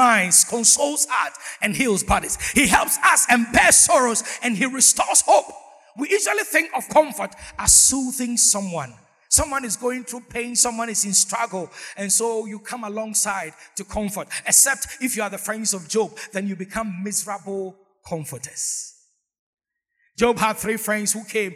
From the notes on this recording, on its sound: Sermon preached at CBC Shiashie Campus